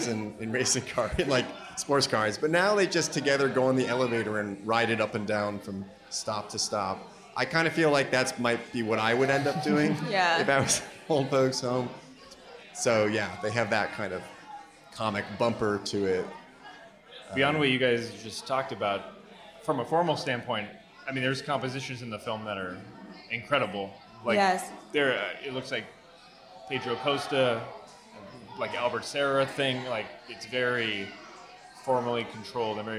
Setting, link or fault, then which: setting, busy venue